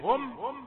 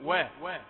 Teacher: الميم يخرج صوتها من بين الشفتين بطبق الشفتين بانطباقهما، والواو من بين الشفتين أيضا لكن بانفراجهما